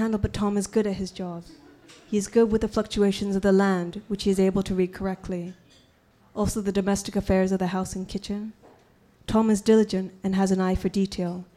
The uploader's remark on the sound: On Stage at Housing Works Bookstore Cafe